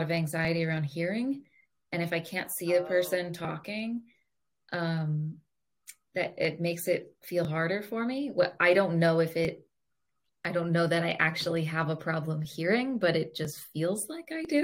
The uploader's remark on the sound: we apologize for the poor video quality & sound due to a technical difficulty with our recording software